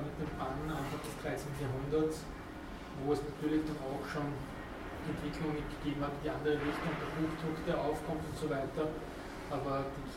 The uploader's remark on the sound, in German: Diese Vorlesung wurde von Studierenden aufgenommen